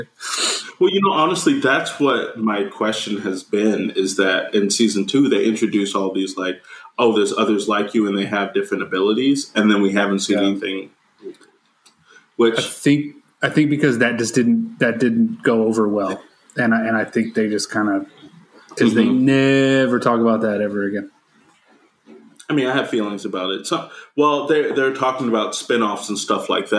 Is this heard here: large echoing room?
no